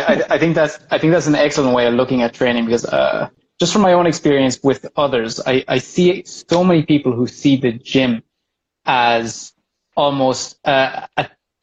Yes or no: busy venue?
no